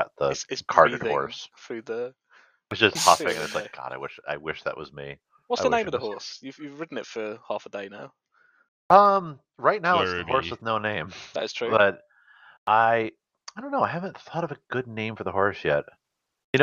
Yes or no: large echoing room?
no